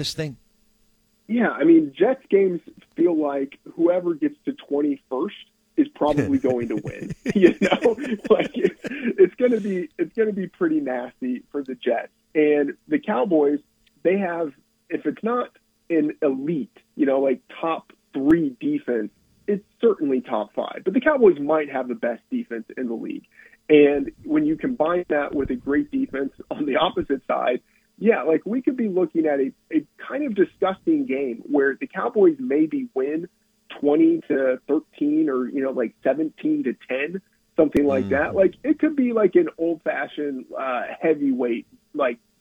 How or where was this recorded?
phone line